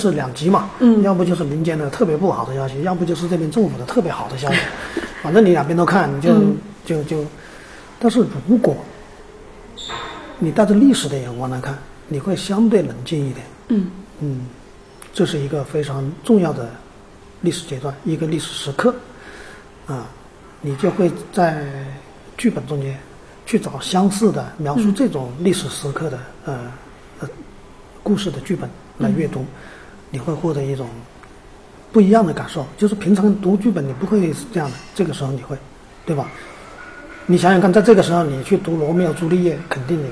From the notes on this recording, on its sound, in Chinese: 这些声音是我和朋友们在 2020 年到 2021 年参加不同的戏剧节时所采访、聆听和采集回来的，分别来自第七、第八届乌镇戏剧节、首届青年戏剧“斑马奖”颁奖现场、第二届大凉山戏剧节和首届阿那亚戏剧节。